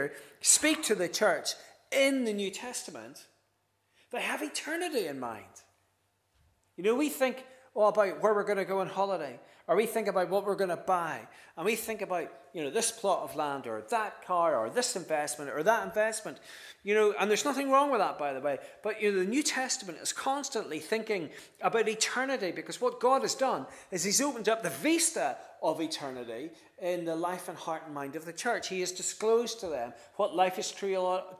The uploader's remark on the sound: This is the recording of the Bible reading and sermon from our evening service on Sunday 25th June 2023.